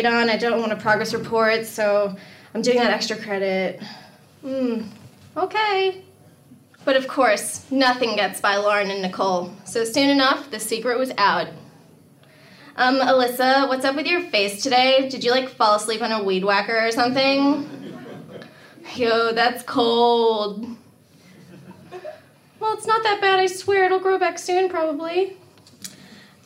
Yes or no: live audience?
yes